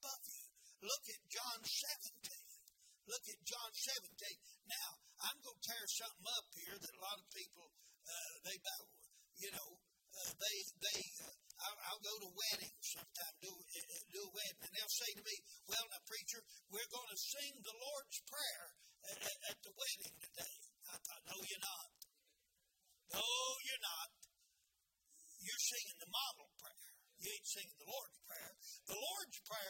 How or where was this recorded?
large echoing room